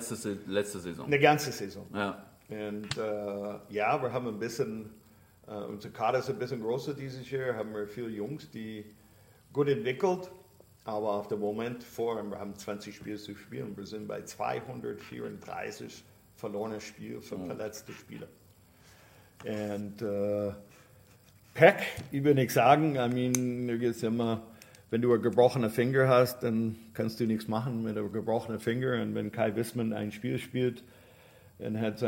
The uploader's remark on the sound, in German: Der Livepodcast.